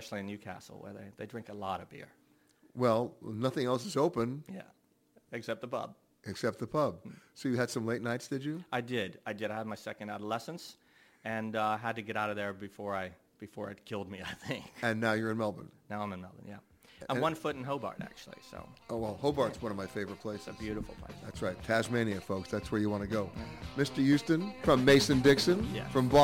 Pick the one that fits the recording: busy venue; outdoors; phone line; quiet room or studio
busy venue